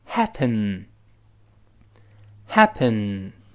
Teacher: 在单词开头要发 h 气流声，不要发呵，呵，呵，声带不能震动